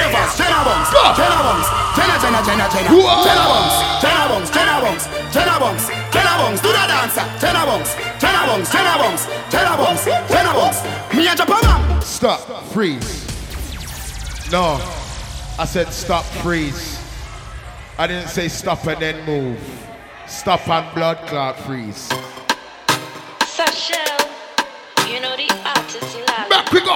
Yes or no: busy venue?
yes